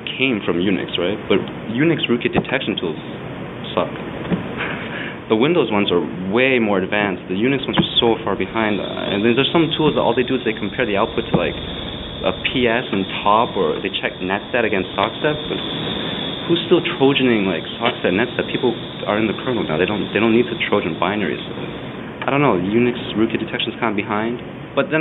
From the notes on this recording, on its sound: The interview was recorded at BSDCan in Ottawa.